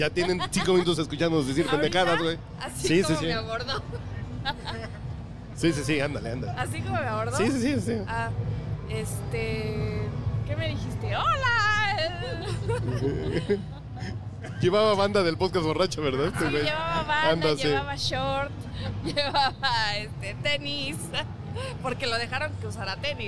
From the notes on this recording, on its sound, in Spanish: La semana pasada grabamos desde el mágico mundo de las expos en Expo Publicitas 2019, en el stand de Output Podcast presentado por RØDE Microphones.